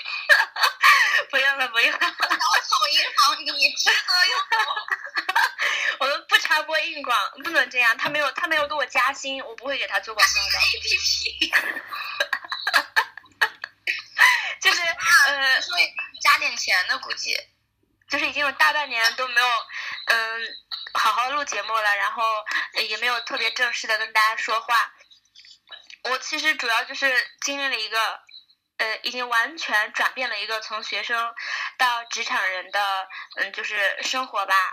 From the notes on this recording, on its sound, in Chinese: 我们本来在YY录节目，结果回声超大